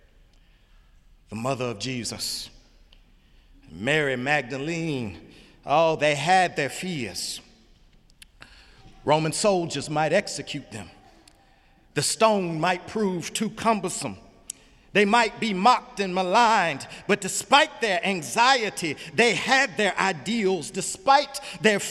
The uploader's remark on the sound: Easter Sunday sermon April 1, 2018 in the Memorial Church of Harvard University